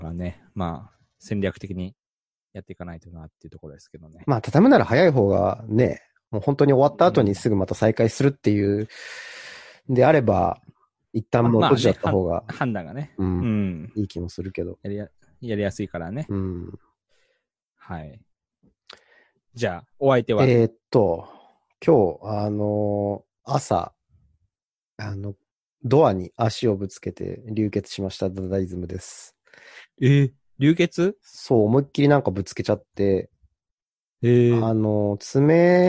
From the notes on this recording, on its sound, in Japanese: 久しぶりの収録はzoomでリモート収録。ヘッドセットだと音質微妙だったのでコンデンサマイクで撮るようにしました。